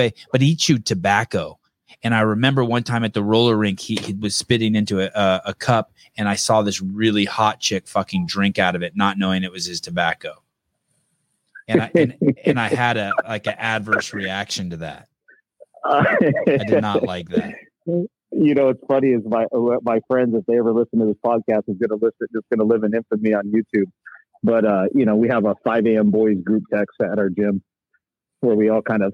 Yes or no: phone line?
yes